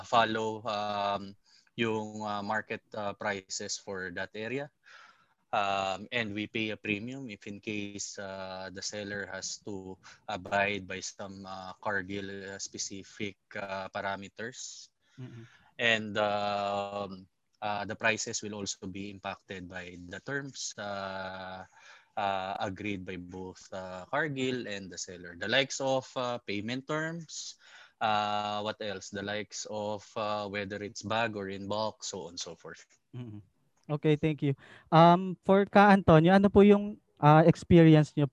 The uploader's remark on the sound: In this webinar